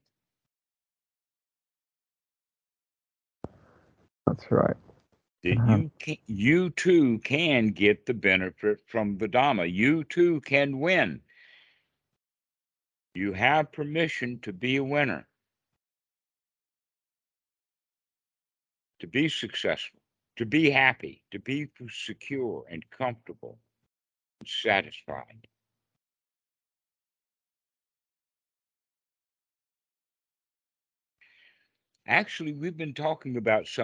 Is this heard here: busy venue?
no